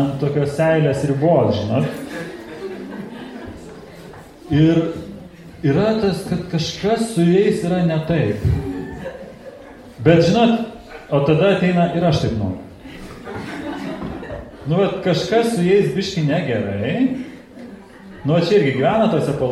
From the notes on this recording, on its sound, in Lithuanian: Įrašas iš Šeimų festivalio